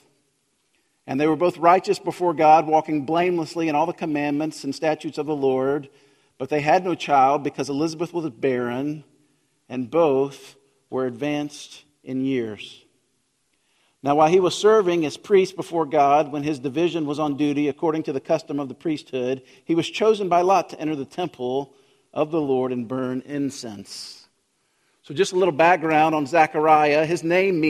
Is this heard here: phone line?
no